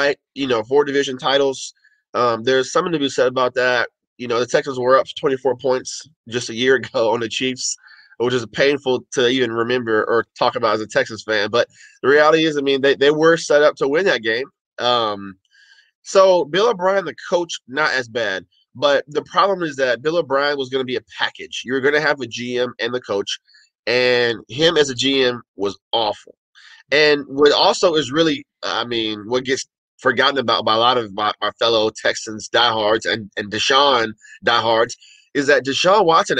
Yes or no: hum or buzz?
no